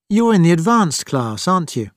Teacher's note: We say question tags with a falling intonation when we know the answer and we want the listener to agree.